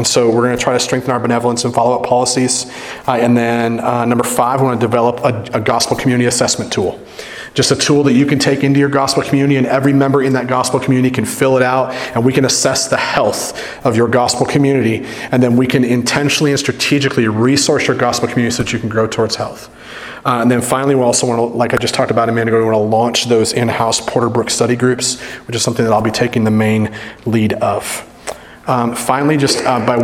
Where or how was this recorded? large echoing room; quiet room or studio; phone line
large echoing room